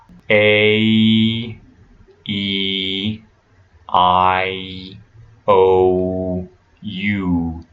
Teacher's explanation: you can hear when I like really exaggerate that there's two sounds in each one of those vowels · Term: diphthongs